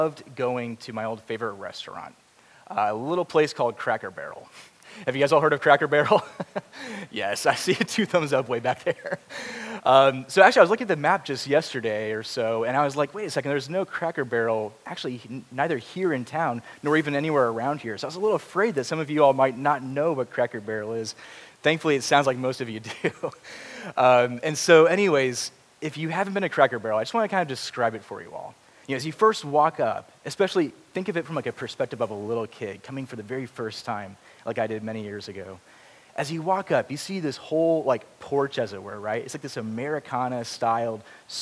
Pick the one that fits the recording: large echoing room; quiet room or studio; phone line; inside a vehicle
large echoing room